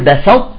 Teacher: لساني طلع الطاء مباشرة، لساني طلع الطاء ونزل بانسيابية على التاء وأخرجنا التاء فيها طرف الهمس، لو كانت متحركة ليش؟ · Term: صفة الاطباق